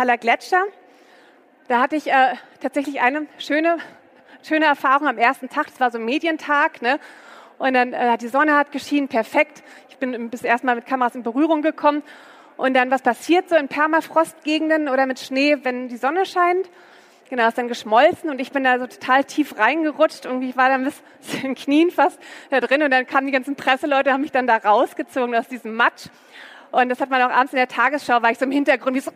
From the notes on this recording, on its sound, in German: Der Vortrag wurde im Rahmen der Messe herCAREER-Expo.